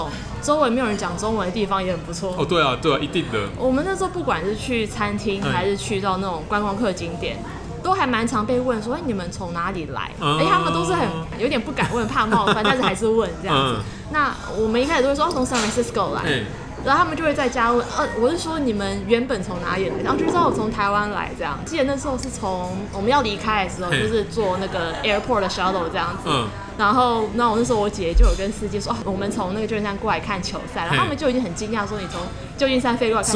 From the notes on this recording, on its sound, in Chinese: 本集白噪音指數：微風級 2/5。錄音地點： Toasteria Cafe 吐司利亞 - 永康店。